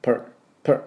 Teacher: per、これ、ちょっと r が入りますね。あっていう半母音の音に r が入ります。